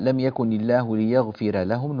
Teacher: بعيدا في قوله تعالى لم يكن الله ليغفر لهم ننبه إلى ترقيق الراء لأن الراء مفتوحة وقبلها مكسور